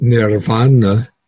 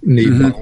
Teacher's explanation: where you have in Sanskrit nirvana, so an R followed by a V, in Pali it will turn into a double B